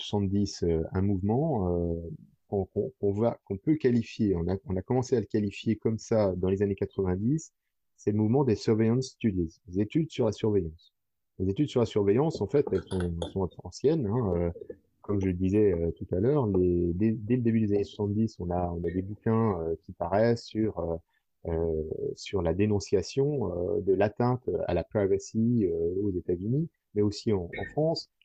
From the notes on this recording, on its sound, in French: Émission enregistrée le 23 avril 2020 sur Mumble, dans le salon La voix est libre du.